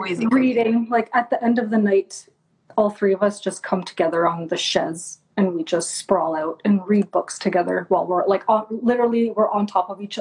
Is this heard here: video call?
yes